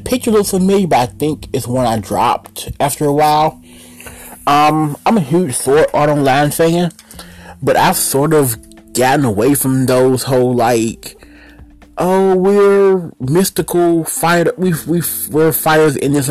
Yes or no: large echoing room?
no